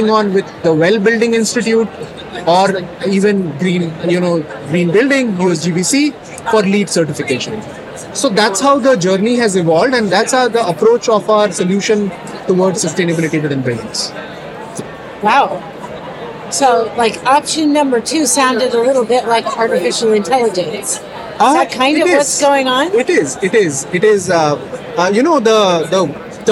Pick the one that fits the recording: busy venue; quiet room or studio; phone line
busy venue